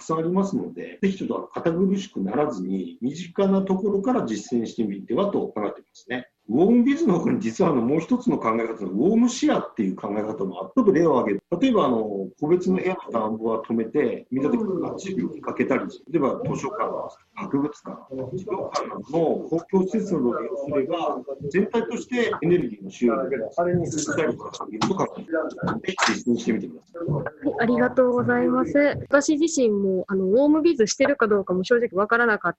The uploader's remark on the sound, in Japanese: Zoomによるリモートインタビュー